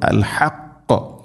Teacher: ഹഖ് വഖഫ് ചെയ്യുമ്പോൾ ഖാഫിന് കൽക്കല ശരിക്കും നൽകണം